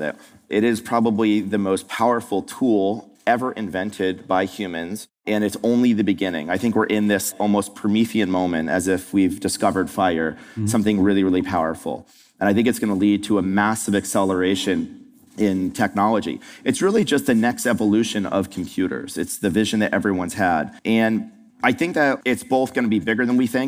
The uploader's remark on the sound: At Fast Company's Innovation Festival this past September in New York City.